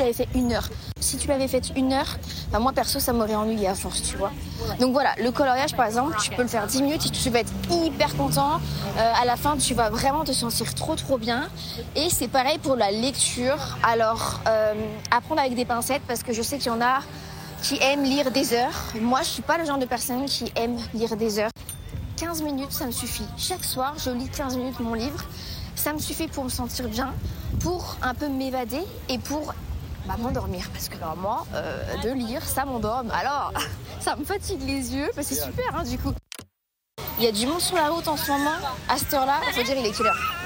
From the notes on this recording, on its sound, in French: Un épisode enregistré sur le trajet du retour pour rentrer chez moi ( au cocon parisien pour les intime).